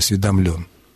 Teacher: и, конечно, имеет ударение на последнем слоге «осведомлен».